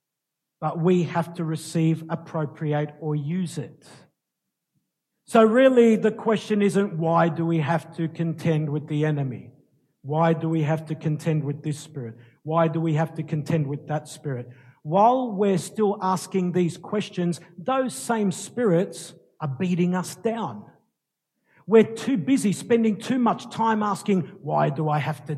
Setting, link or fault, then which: setting, large echoing room